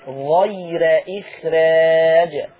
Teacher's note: يبقى غير غا، صوت الغين زي ما هو غا غير، دي حاجة. الحاجة الثانية الراء مرققة بتاعت إخراج